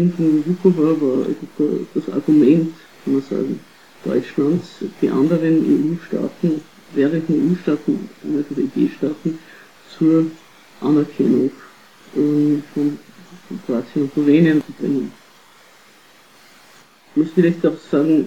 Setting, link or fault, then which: fault, poor sound quality